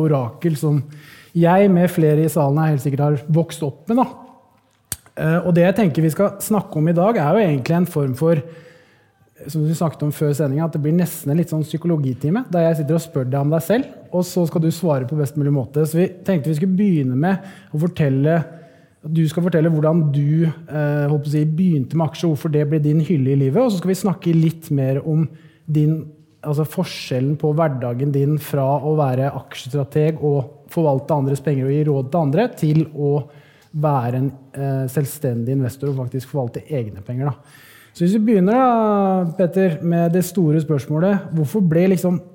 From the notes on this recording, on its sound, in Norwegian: Live på Oslo Event Hub. Dette lydsporet er hentet fra #pengepodden LIVE, som fant sted på Oslo Event Hub.